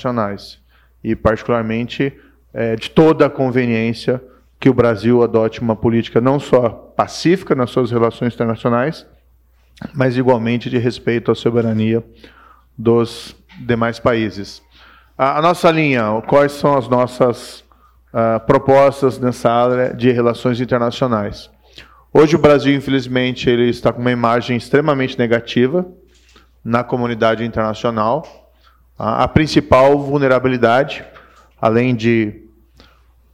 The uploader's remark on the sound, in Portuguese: Diante de uma plateia de empresários, altos executivos e investidores